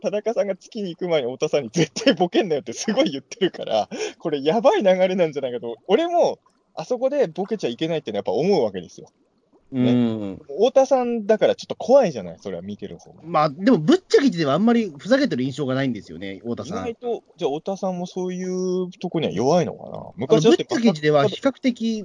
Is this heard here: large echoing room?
no